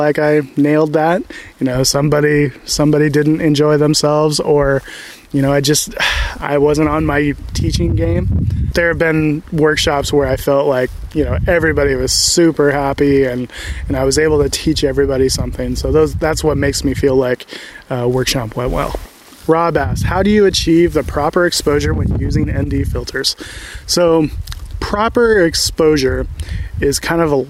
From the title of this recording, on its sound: Live Q&A from the Redwoods